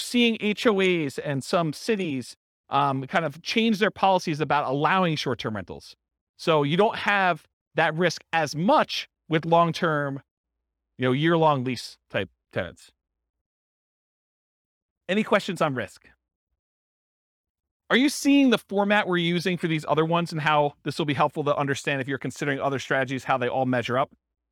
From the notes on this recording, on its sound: This was a live class recorded